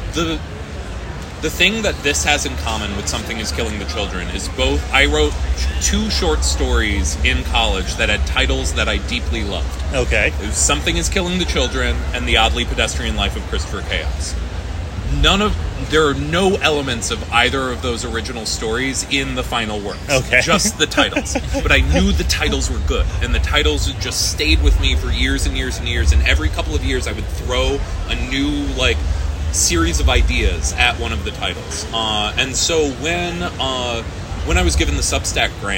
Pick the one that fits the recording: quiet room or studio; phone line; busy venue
busy venue